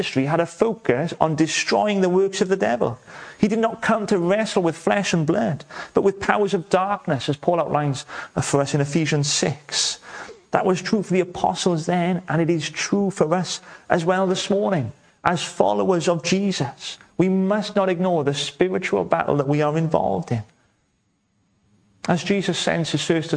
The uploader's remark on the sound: welcome to Bethel Evangelical Church in Gorseinon